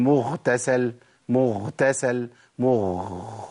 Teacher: ما بقتش غين خلاص، بقت خاء على طول